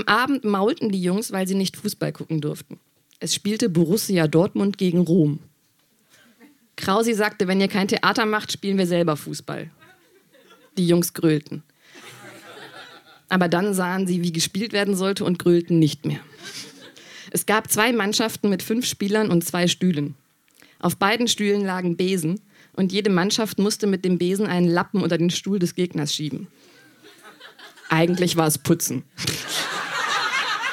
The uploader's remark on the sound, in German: Ausschnitte aus der Veranstaltung vom 24.03.2019 in der Wohngemeinschaft, Köln. Heißen Dank an die Wohngemeinschaft, unser tolles Publikum.